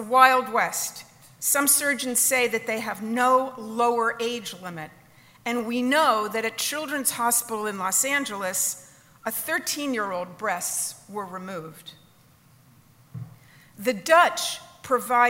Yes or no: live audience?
yes